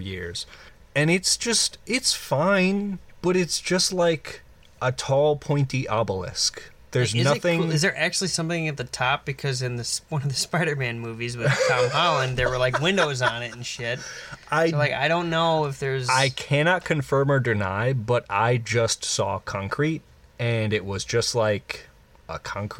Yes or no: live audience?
no